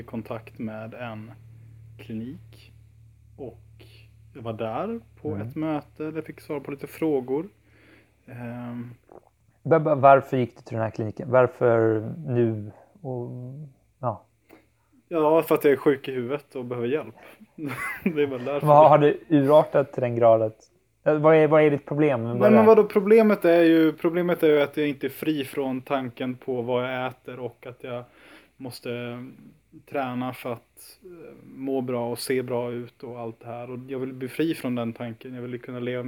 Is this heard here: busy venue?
no